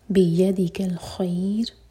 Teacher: بِيَدِكَ الْخَيْرِ خَيْ مدلین را کو ساکن کر کے رکیں گے تو خَيْ لمبا کیا جائے گا اور را ساکن کو باریک کریں گے